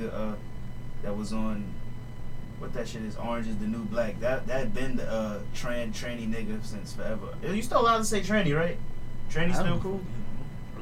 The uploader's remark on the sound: Apologies for the sound quality. We constantly forgetting to turn the speakers off before recording, this is the reason for the feedback.